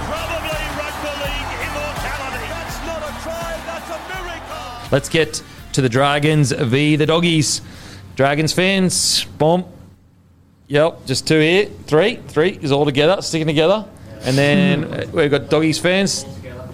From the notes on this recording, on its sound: In front of our live crowd.